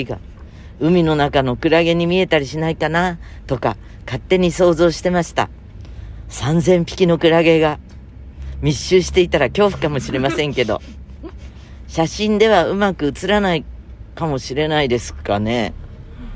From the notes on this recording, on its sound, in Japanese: 今週も車の中からコニャニャチワ。